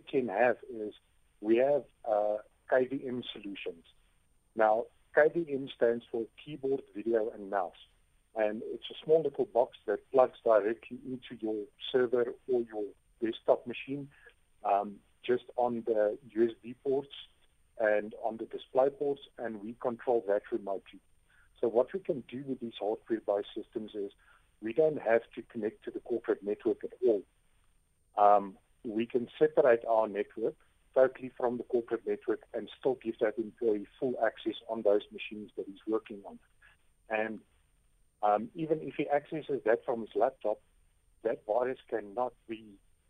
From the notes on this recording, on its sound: we are joined on the line